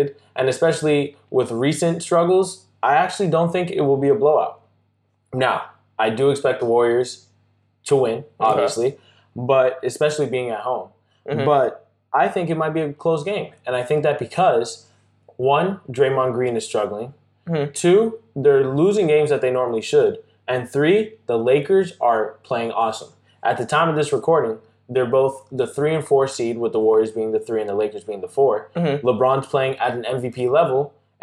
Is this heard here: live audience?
no